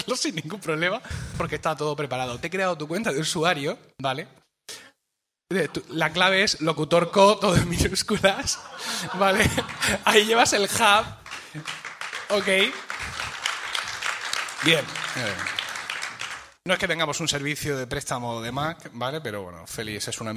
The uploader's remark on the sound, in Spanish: En directo desde Lucentum. Por primera vez en la historia de nuestro podcast hemos grabado en directo con público. Ocurrió en el transcurso de las jPod 2017 que tuvieron lugar en Alicante.